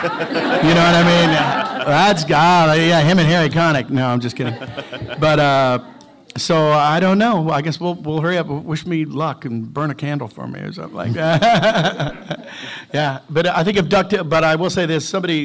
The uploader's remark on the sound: Panel From Pensacon 2016